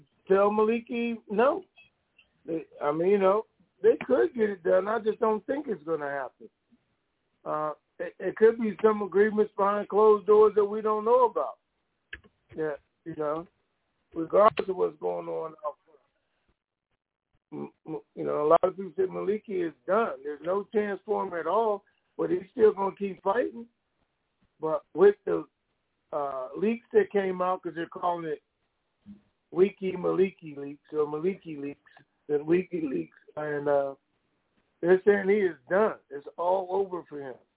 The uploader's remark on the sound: TNTSuperfantastic Conference Call.